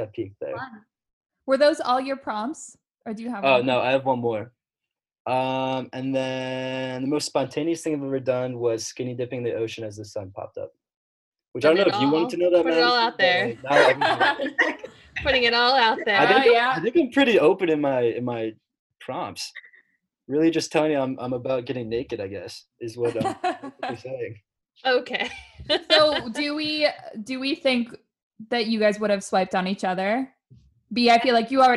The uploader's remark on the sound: the first Zoom date on the pod